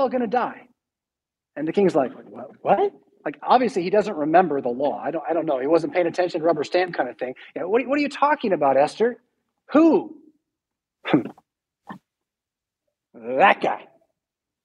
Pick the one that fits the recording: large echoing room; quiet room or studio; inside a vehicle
large echoing room